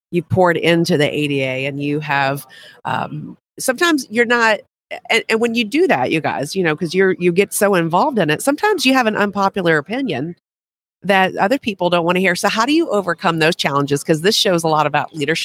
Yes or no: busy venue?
yes